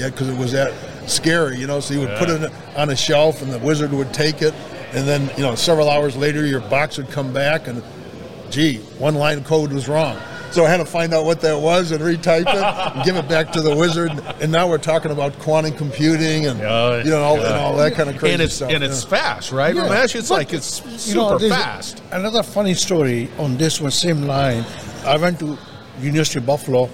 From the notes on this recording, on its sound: Industry professionals at Accruent User conference in Nashville.